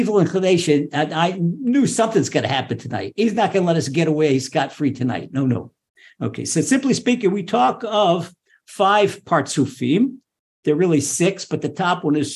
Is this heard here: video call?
yes